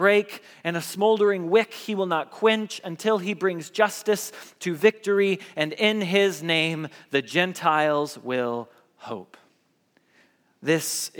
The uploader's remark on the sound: Message Preached at Valley Creek Church